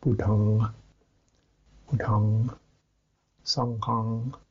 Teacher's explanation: So we say budhang, hang, so that starts happening, the but instead of coming out through the mouth, you push your tongue to the back of your mouth, the back of your tongue to the back of your mouth, and you get the nasalized effect · Term: nigahita